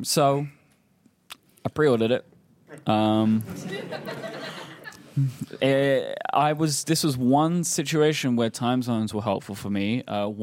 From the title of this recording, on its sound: Live from the Atlanta Pen Show 2019